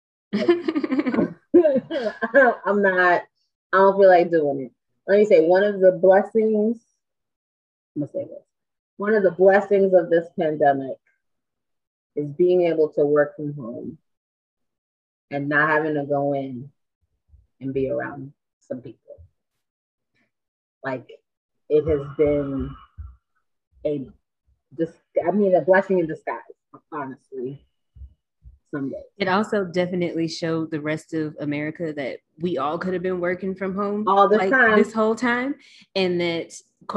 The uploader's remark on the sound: Please forgive the sound issue in the episode!